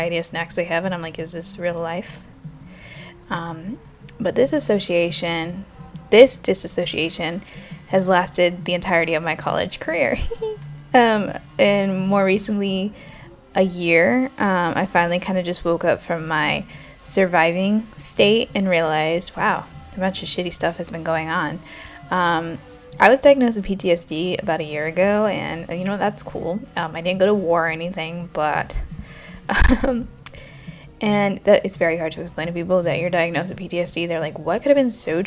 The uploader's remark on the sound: I am so sorry about the noise my new neighbors love playing music all hours and my jazz music is trying to block it out.